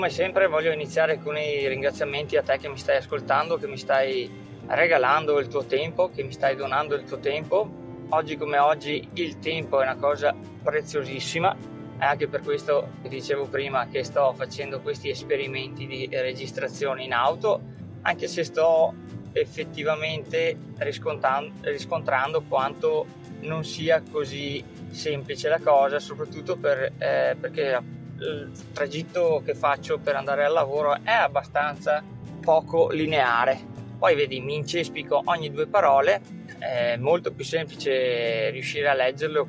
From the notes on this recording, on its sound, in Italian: registrazione del podcast muovendomi in auto